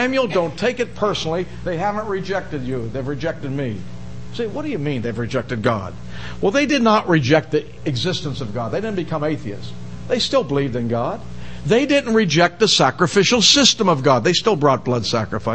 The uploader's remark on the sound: given in the most part at Hollywood Bible Chapel